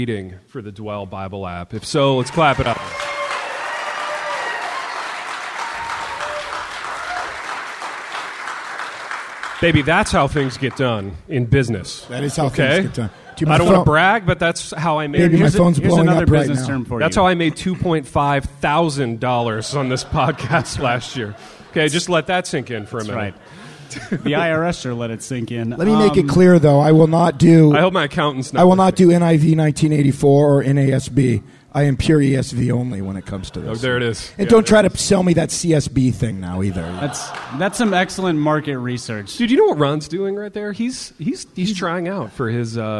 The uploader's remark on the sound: INDY LIVE. LIVE IN INDIANAPOLIS.